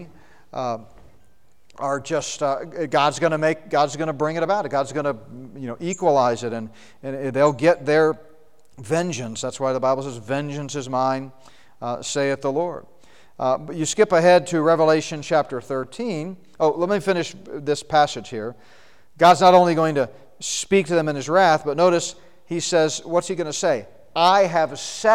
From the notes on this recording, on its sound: Session from the Prophecy Conference at Northstar Family Church in Flowery Branch, GA.